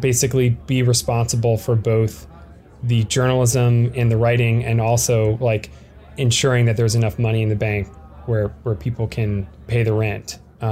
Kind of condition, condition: setting, busy venue